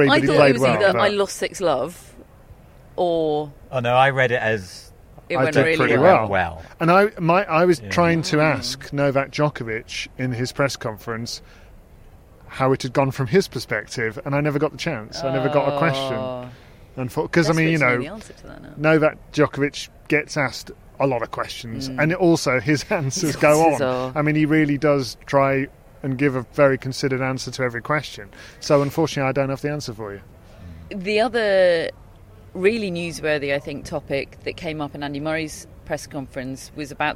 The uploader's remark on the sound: Live from Wimbledon - Media Day.